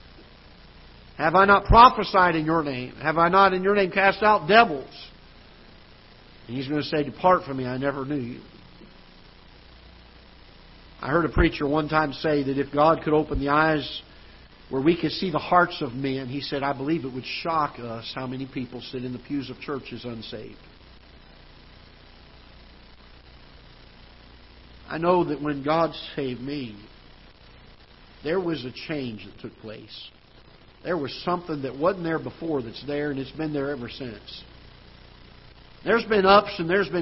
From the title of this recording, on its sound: Ketha Heights Baptist Church ~ Live Broadcast